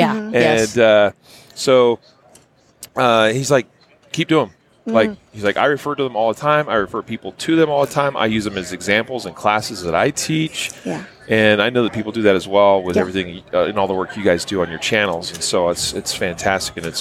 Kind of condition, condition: setting, busy venue